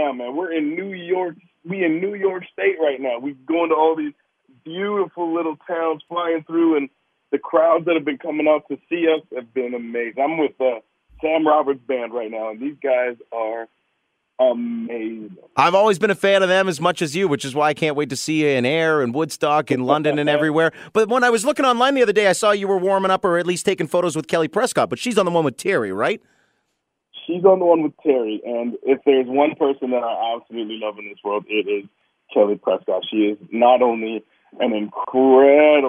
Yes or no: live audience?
no